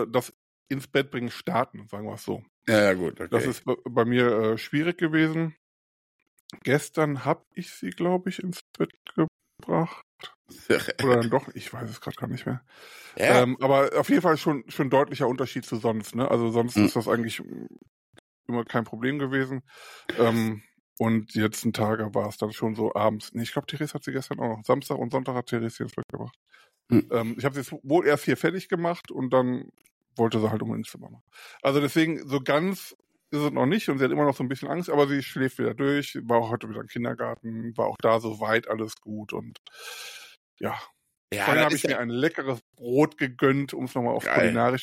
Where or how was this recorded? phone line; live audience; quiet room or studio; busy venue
quiet room or studio